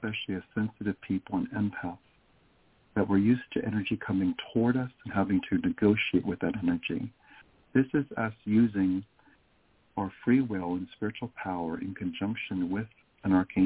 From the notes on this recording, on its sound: Talk with previously recorded callers. THIS SHOW WAS PREVIOUSLY RECORDED. In this previously recorded episode on Blog Talk Radio.